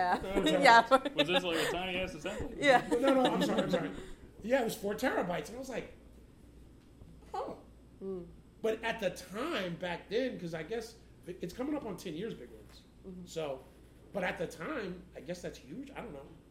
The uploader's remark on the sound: A special LIVE episode recorded during our launch party! Back in September, we hosted a meet-and-greet/party/podcast recording at The Dugout in the Bronx, with food from La Cueva Fonda and guests from all across the borough.